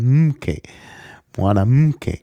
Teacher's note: Also mke zum Beispiel, das m ist das Klassenpräfix, aber das Wort selber besteht nur aus ke. Und da man die vorletzte Silbe betont, heißt es dann mke.